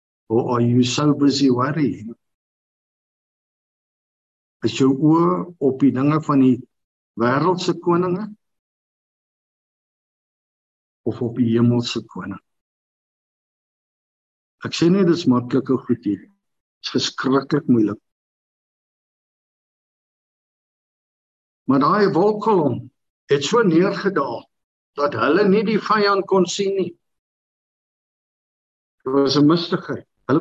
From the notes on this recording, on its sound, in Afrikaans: Manne van die Woord Zoom Byeenkoms 17 Maart 2022